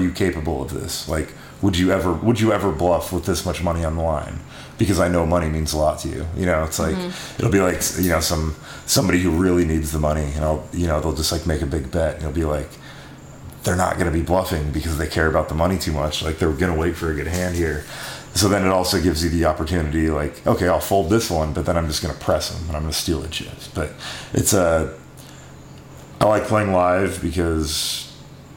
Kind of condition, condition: fault, sounds in the background